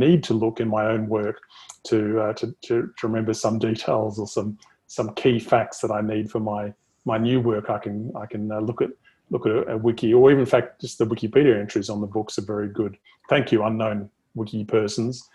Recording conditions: video call